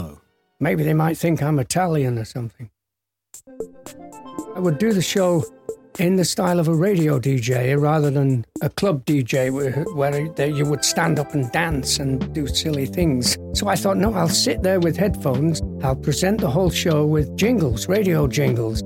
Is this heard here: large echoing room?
no